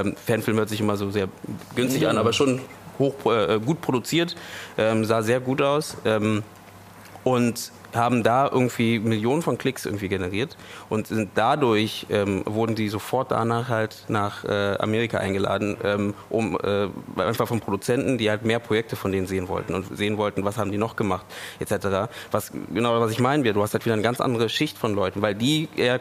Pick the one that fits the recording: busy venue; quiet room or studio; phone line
busy venue